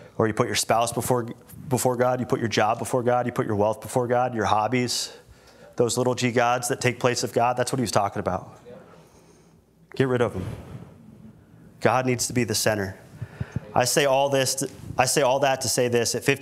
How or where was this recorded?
large echoing room